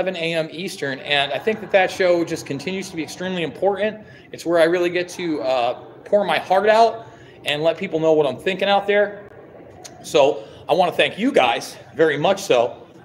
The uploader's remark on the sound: LIVE From Caged Aggression Bad Blood